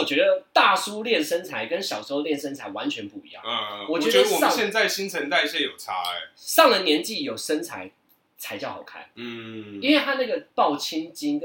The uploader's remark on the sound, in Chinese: 本集於配備升級之前錄製的, 聲音上需要大家的體諒